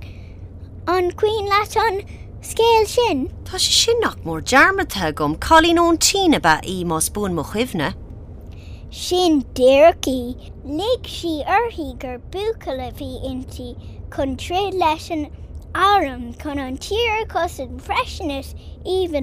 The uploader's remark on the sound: conversation in the car